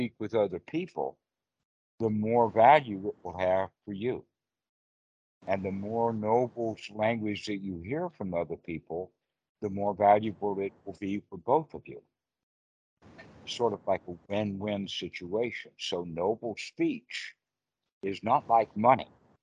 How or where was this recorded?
video call